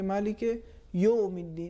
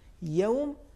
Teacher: اہم قانون یہ ہے کہ واو اور یا سے پہلے جو حرکت ہے، جو زبر ہے، اس کو ہم زیر یا پیش میں تبدیل نہ کریں · Shown in: second take · جیسے مثال کے طور پر اگر ہم کہیں گے مالک یوم الدین، یوم غلط ہو جائے گا، چونکہ حرف یا پر زبر ہے پھر واو ساکن ہے. · Term: نرمی کے ساتھ